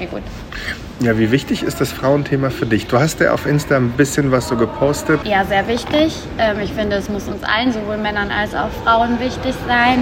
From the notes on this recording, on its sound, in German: Das Mikro hat NIX aufgezeichnet. Zum Glück lief noch das iPhone als Backup mit. Die Qualität ist also mäßig.